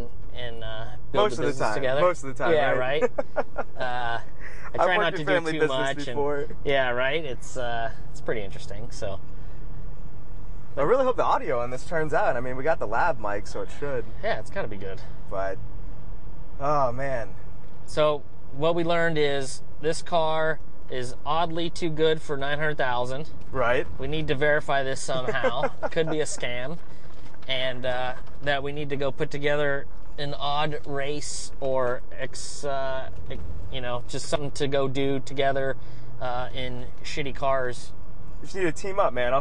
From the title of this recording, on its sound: Live from the #MillionMileLexus at Super Lap Battle